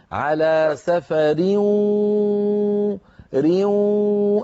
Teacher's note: نأتي بصوتين في آن واحد، واو من الفم، غنة من الخيشوم · Term: الإدغام بغنة